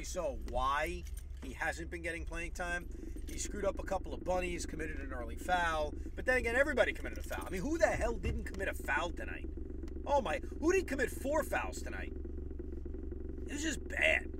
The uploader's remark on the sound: While driving home from Barclays Center.